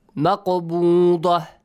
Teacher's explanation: Weak qalqala because it's in the middle.